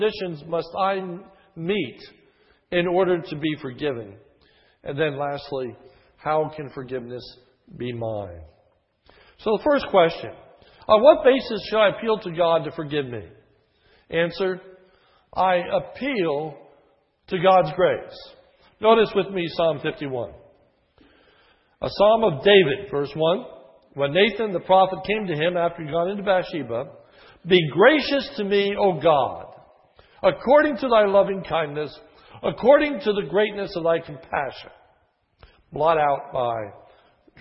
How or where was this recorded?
large echoing room